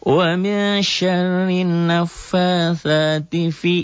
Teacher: Fi-nya matobi enggak dibaca panjang. Matobi tidak dibaca panjang 5 hal.